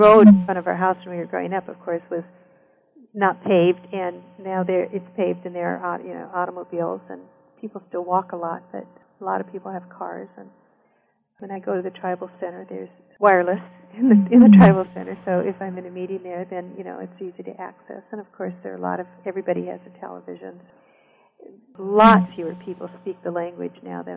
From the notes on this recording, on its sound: I apologize in advance for the quality of the sound.